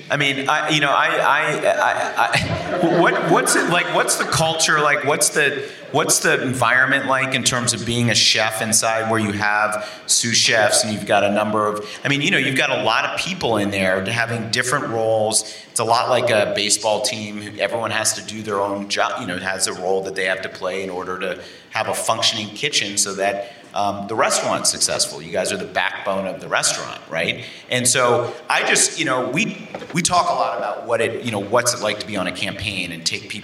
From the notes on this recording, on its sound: in Princeton, New Jersey at the Bead Foundation Summit